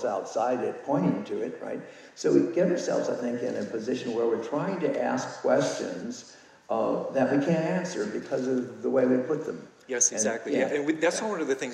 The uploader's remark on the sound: In a rare live interview conducted at the Sedona lucid dreaming retreat, October 2019. The recording was done on a smart phone, so pardon the quality.